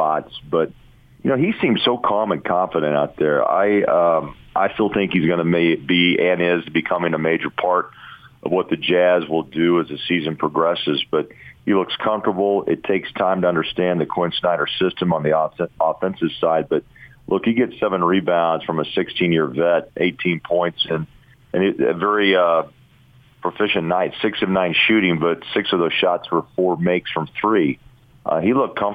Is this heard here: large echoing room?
no